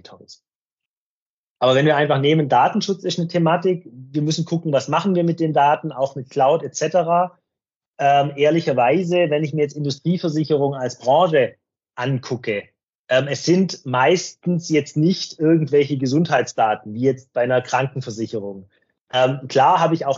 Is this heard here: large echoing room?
no